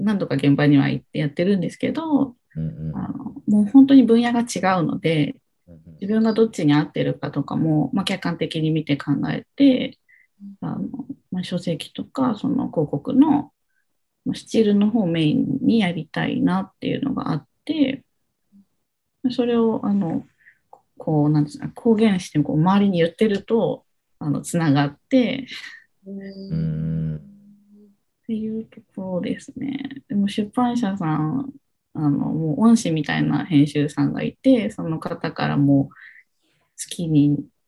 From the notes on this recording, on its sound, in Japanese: 本編は2022年1月27日に「Zoom」を使用して収録されました